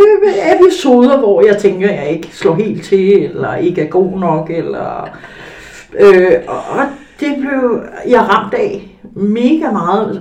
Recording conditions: poor sound quality